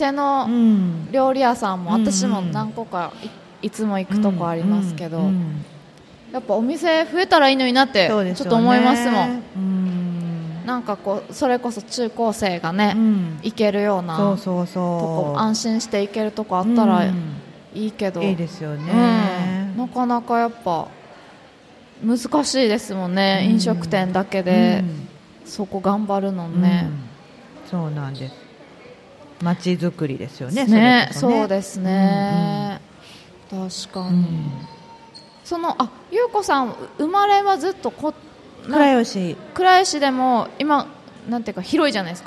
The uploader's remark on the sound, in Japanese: 楽しく公開収録